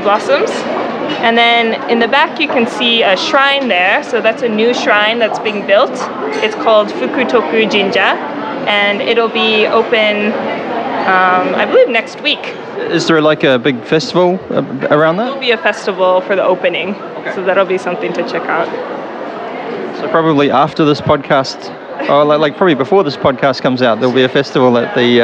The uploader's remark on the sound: A special on location recording of the “Best Of Japan Tour” in Coredo Muromachi. The tour we went on is essentially a food tour with nibbles, you can hear our munching sounds on the podcast.